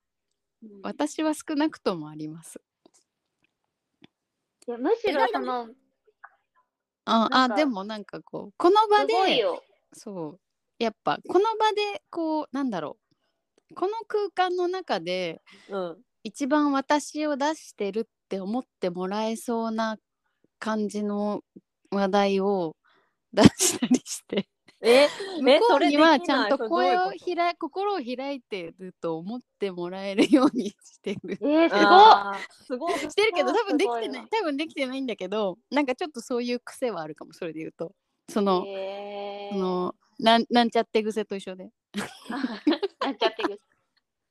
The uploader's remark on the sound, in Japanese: リモート収録につき時々途切れてますが